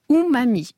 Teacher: les deux M, qui sont des consonnes bilabiales, donc qui font se rejoindre la lèvre supérieure et la lèvre inférieure